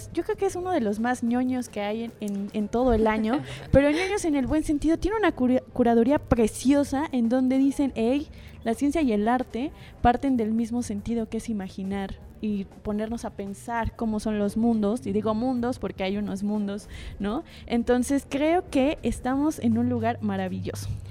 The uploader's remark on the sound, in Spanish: Inspiria beta desde el Festival Aleph.